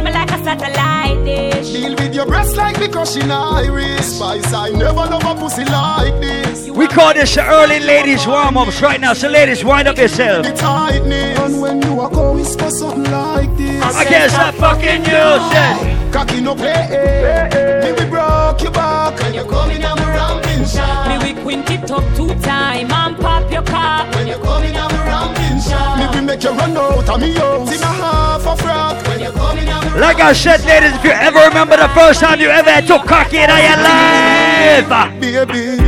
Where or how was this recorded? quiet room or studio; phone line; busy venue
busy venue